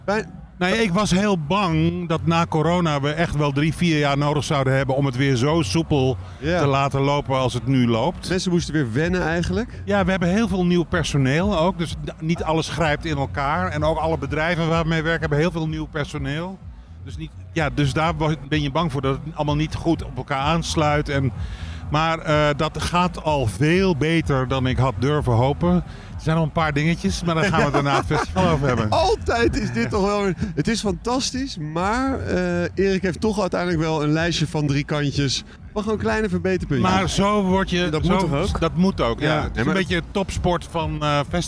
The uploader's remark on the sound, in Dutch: Live vanuit de artist village op Lowlands is dit de zaterdagaflevering van LLowcast. Doen verslag vanuit alle hoeken en gaten van het festival.